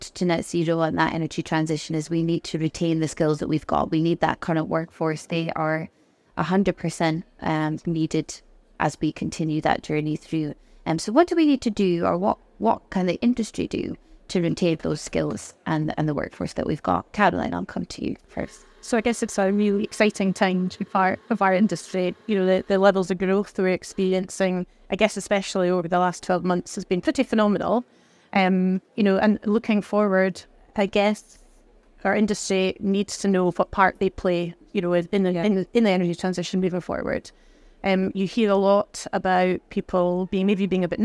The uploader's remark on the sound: Recorded live at Offshore Europe 2023